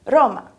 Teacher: Há italianos que pronunciam Roma com uma vibração bem pequenininha. Roma. Como se a língua encostasse só uma vez no céu da boca e já descesse.